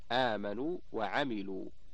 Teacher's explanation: مقدارها حركتان يؤتى بها وجوبا للفصل بين الواوين · Term: مد التمكين